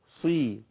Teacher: خدوا بالكم بقى، يوسوس زي الوسواس، السين هنا ساكنه اقولها زي دي، بس خدوا بالكم في صدور، خدوا بالكم الصاد عندي حرف برضو تخين قوي، لما يكون مفتوح اقول ايه، او مضموم اقول صو صا، لكن لما يكون مكسور اقول ايه، صي، يبقى الكسره بتخلي الحرف التخين ده ايه، ضعيف شويه